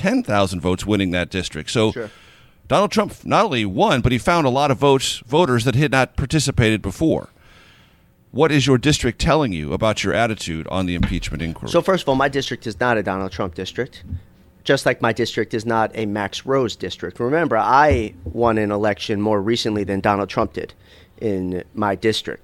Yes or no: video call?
no